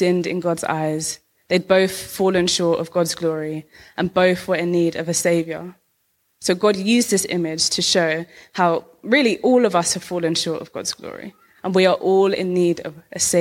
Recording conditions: large echoing room